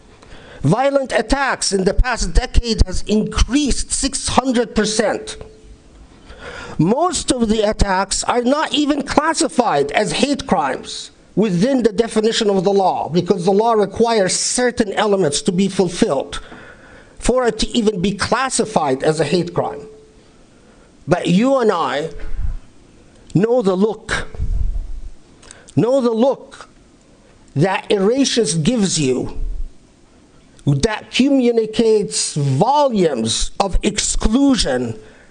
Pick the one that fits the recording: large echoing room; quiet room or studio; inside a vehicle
large echoing room